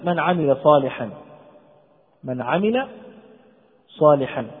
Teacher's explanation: فينطق بالنون ساكنة واضحة من غير غنة، وتفصل عن العين التي بعدها من غير سكت ولا تنفس، وتظهر العين كذلك واضحة في النطق. · Term: إظهار النون الساكنة